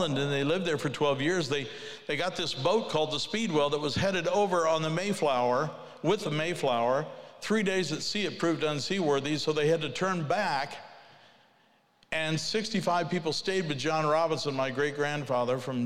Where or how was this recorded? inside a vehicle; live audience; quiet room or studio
live audience